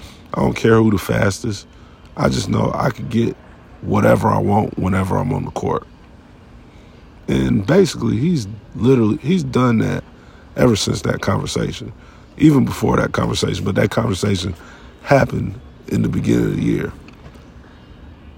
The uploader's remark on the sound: This episode was recorded inside the Sacramento Kings arena